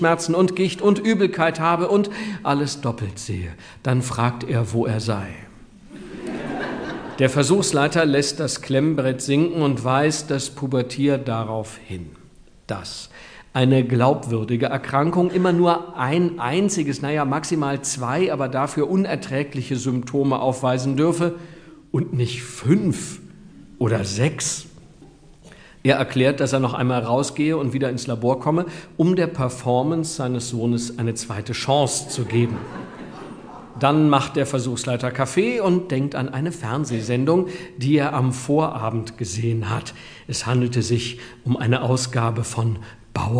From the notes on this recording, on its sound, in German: Live-Mitschnitt. Herausgeber: Der Hörverlag.